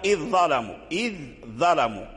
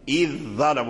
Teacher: اتفقوا على إدغام ذال إذ في الضاء